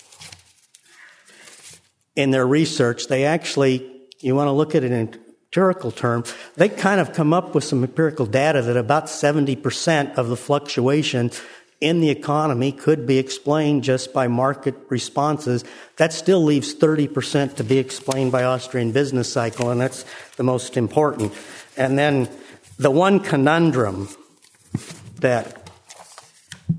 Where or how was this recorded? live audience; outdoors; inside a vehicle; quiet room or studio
live audience